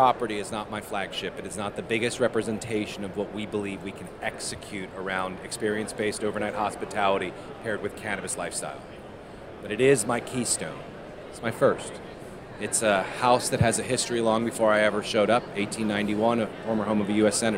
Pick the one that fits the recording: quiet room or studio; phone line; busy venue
busy venue